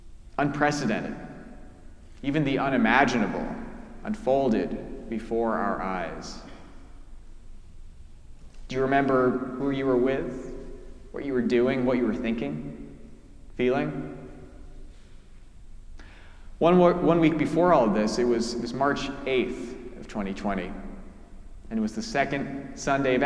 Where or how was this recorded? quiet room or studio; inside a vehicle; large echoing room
large echoing room